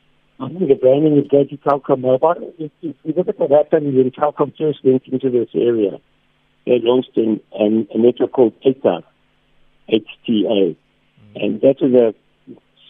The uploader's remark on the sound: PHONE INTERVIEW